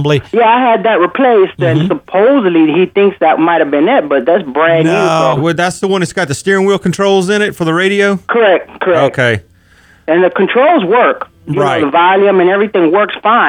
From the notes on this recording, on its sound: Call in from the annual James Dean run in Indiana. Answer calls from listeners in a very lively program.